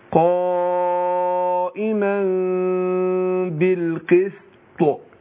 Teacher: لازم أبين القلقلة في الطاء عشان يبقى باين القلقلة في الوقف أبين وأظهر